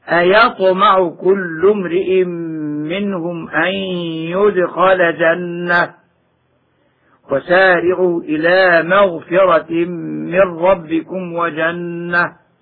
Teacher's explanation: ويقف عليها بالهاء في هذه المواضع تبعا لرسمها